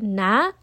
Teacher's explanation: the sound naturally comes from the nasal passage as well as its original makhraj